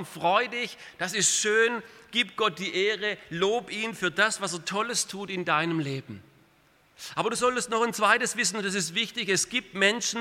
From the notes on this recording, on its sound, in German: aus dem Gottesdienst der Liebenzeller Mission